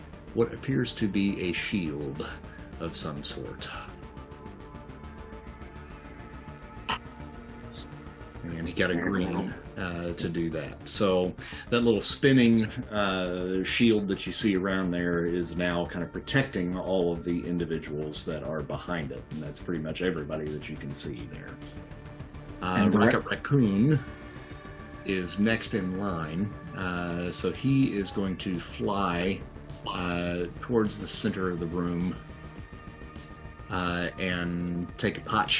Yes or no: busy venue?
no